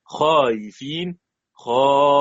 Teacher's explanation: همزة متوسطة وقبلها ألف مد بتسهيل بين بين مع مد وقصر